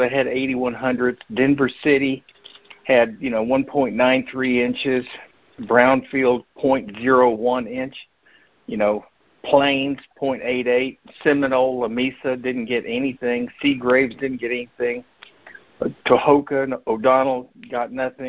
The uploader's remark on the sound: Monthly Conference Call